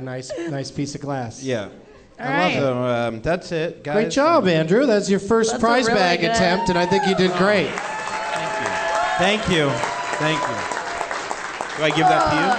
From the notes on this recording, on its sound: Live from the Tacoma Comedy Club in Tacoma